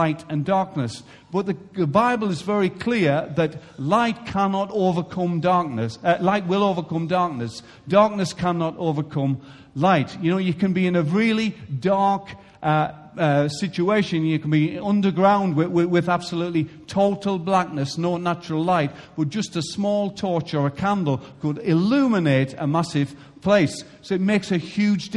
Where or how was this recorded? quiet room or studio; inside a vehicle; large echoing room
large echoing room